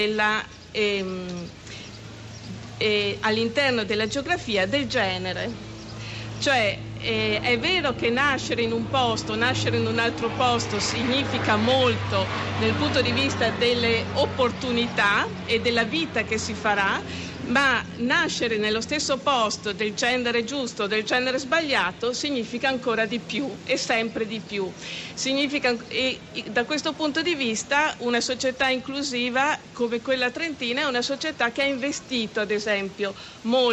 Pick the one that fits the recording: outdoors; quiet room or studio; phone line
outdoors